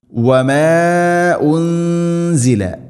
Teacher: വമാ ഉൻസില, മദ്ദിൻ്റെ അക്ഷരമായ അലിഫിന് ശേഷം ഹംസ അടുത്ത പദത്തിലാണ്, മുൻഫസിൽ. നാലോ അഞ്ചോ ഹർക്കത്തിൻ്റെ ഖദർ നീട്ടാവുന്ന മദ്ദാണത്. ഉൻസില, നൂനിനെ അവ്യക്തമാക്കി മണിക്കണം. · Term: മദ് മുൻഫസിൽ